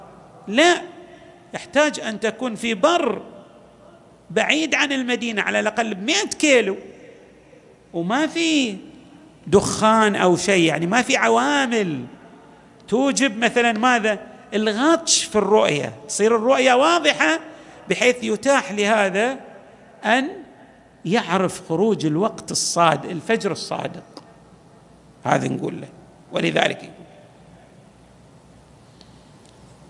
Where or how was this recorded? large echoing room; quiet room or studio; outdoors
large echoing room